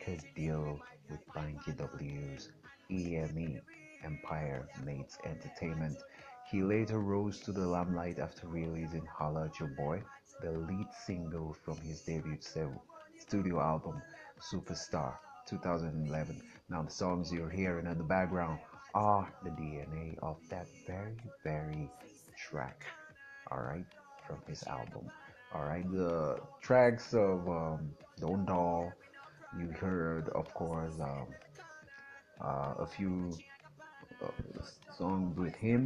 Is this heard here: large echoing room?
no